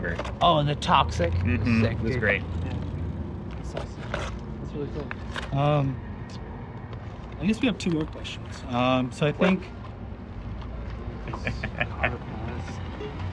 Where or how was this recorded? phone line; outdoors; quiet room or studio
outdoors